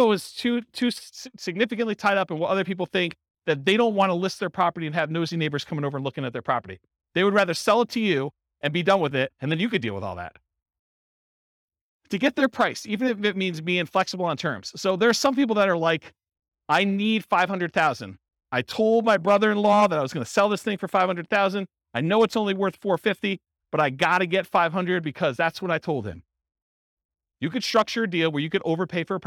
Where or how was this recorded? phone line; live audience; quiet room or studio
live audience